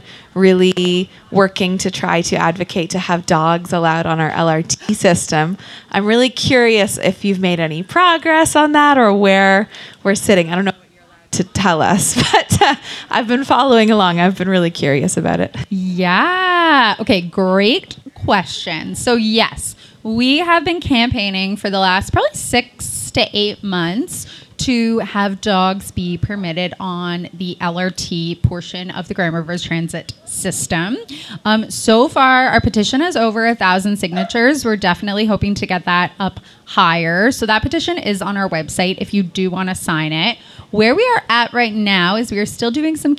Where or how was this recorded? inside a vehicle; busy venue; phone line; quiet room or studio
busy venue